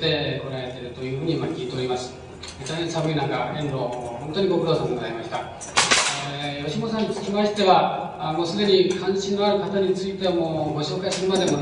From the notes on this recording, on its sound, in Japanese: 音質：２。主催：自治労山口県職員労働組合下関支部 場所：下関市水産会館。音質はあまりよくない。